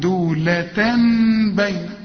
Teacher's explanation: لو سمحت اقلب التنوين إلى ميم واخفي الميم وغنى · Term: إقلاب